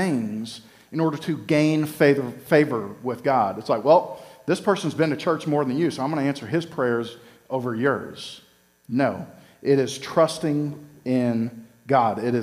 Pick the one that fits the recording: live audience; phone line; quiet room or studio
live audience